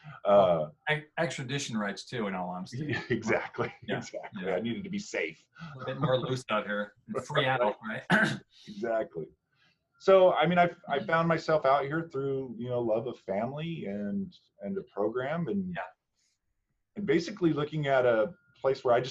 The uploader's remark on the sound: Recorded using a Zoom session to connect.